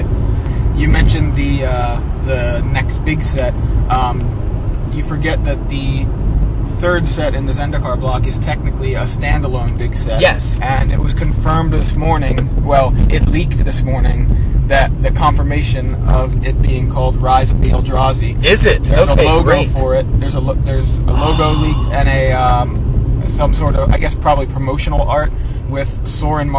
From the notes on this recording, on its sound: Please excuse the sound quality. We were recording in the car and apparently there was a bad connection between my microphone and iPod.